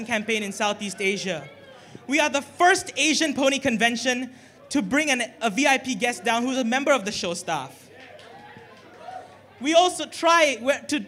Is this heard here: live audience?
yes